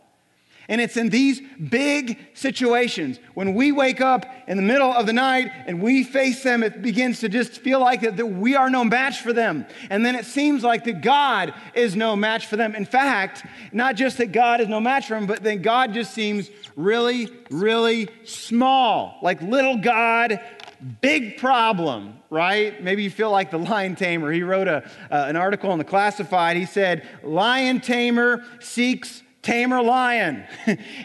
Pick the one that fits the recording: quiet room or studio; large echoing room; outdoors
large echoing room